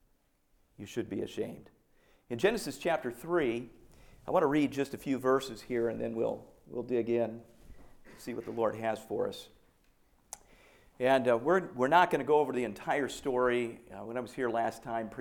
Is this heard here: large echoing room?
yes